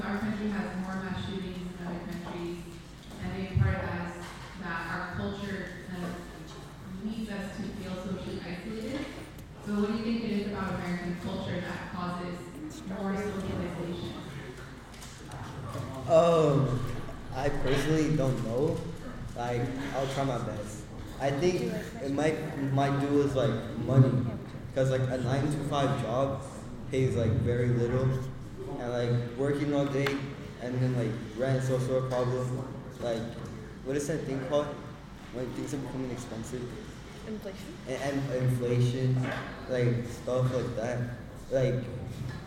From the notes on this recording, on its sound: audio from our live event